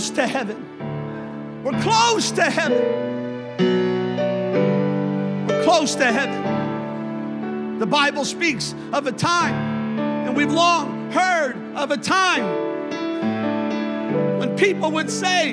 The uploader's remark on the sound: a service recording from Connect Point UPC